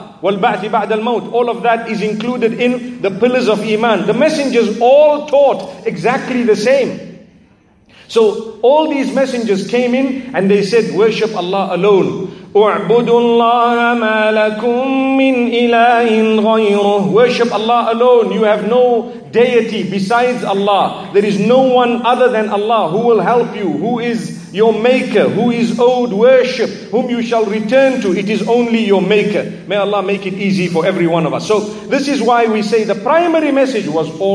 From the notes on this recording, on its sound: This is a lecture delivered at the Aayaat Conference by Connect Institute in Manila, Philippines.